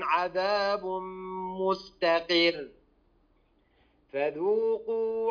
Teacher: في مستقر تفخم الراء هنا لأنها تصبح مضمومة